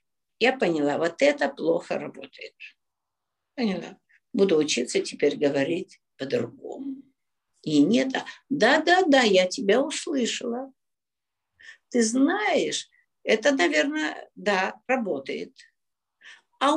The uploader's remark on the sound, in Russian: Zoom-эфир. Запись прямого эфира с ответами на вопросы на тему отношений.